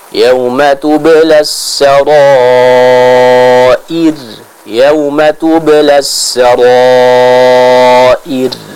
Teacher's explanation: huruf ra yang ada di akhir ayat kita baca dengan tipis